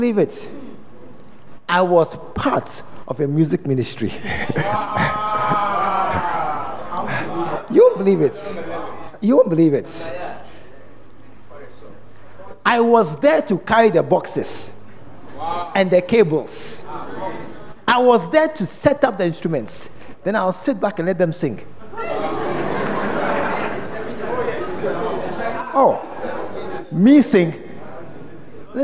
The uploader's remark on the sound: during The Special Visit Convention at The Fountain of Life Cathedral